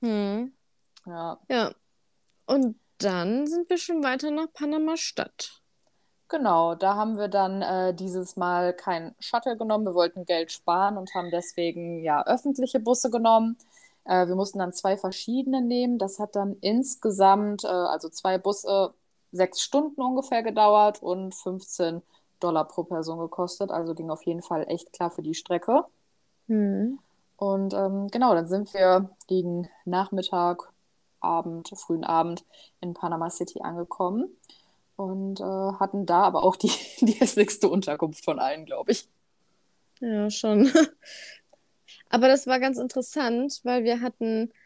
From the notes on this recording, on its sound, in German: Nach Panama gehen wir nun vorerst getrennte Wege auf unterschiedlichen Kontinenten. Daher ist dies unsere erste remote aufgenommene Folge.